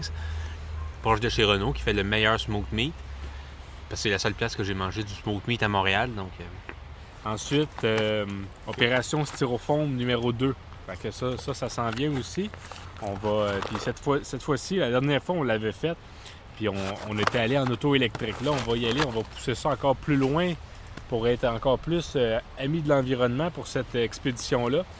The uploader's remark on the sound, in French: Nous avons également rencontré des auditeurs lors de l'enregistrement de cet épisode, ce fut un grand plaisir! Enregistré au Parc Thomas-Chapais dans Tétreaultville à Montréal.